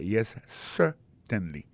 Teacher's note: regardez bien pour un mot certainly, accent tombé sur le premier syllabe là · Term: accent tonique